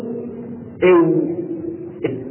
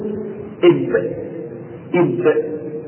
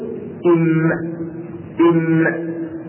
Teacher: وهو بين الشفتين العليا والسفلى للواو غير المديه والباء والميم. تقول او من بين الشفتين وكذلك حرف الباء تقول اب اب. · Term: الشفويه